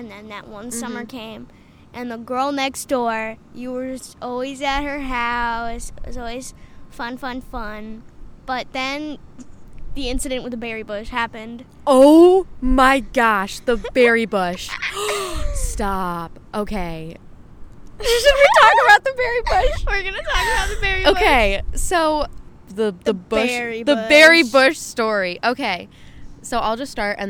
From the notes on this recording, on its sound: Rooftop Q&A with my sister. Get ready for a windy, car sound filled episode!